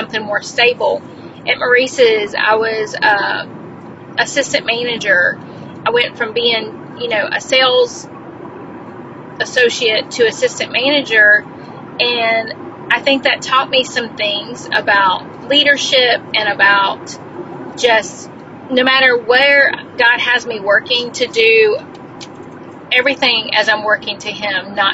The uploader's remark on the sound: This episode was recorded in my car